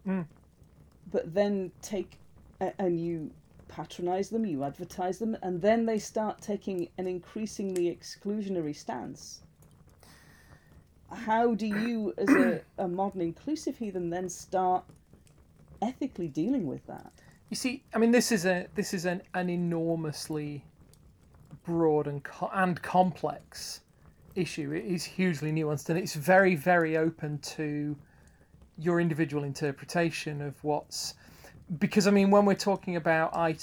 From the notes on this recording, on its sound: Background fire ambience